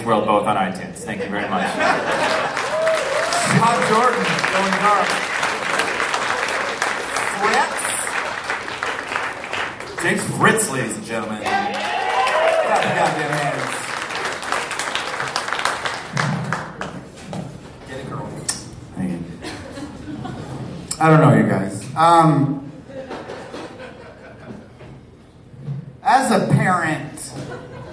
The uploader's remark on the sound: Recorded May, 25 2014, at the Waiting Room in Omaha as part of the Crom Comedy Fest.